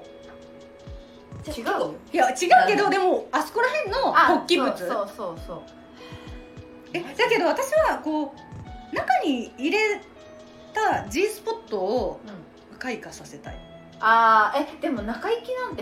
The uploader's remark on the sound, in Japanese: 今回は宅飲みしながらの収録会って話してるのでいつもよりうるさいです